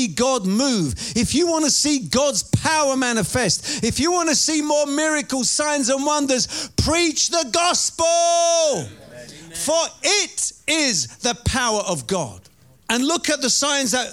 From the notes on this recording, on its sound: Preaching at Oasis Church, Watford, England.